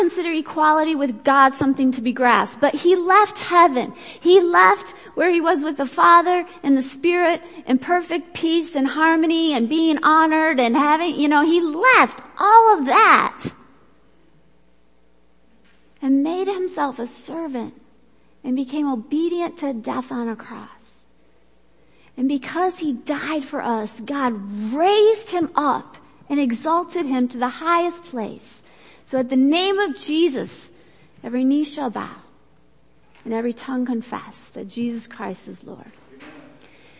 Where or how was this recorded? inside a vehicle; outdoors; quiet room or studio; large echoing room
large echoing room